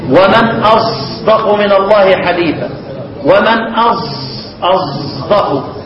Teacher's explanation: يعني انت تاخد الصاد وتشممها زايا · Term: والصاد زايا أشمها